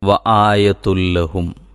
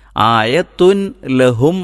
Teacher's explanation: ആയത്തുൻ എന്നതിലെ ആ നൂന്, ഉച്ചാരണത്തിൽ വരുന്ന നൂന് ലാമിൽ അലിഞ്ഞു ചേർന്നാണ് വായന നടക്കുന്നത് · Shown in: first take